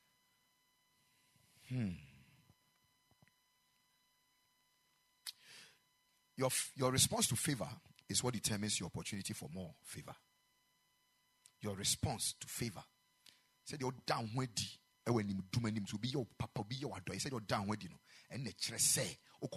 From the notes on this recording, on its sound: Preached at the Ekklesia Chapel